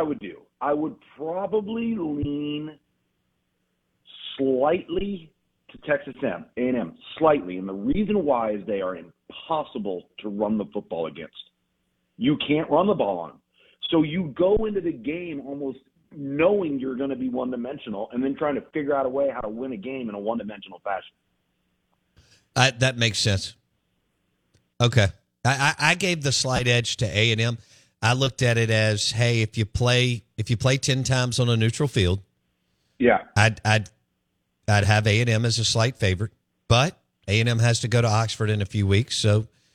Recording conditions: phone line